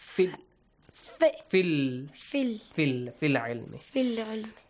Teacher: We ignore the ya, we ignore the hamzatul wasl, and we directly join fa to the letter lam.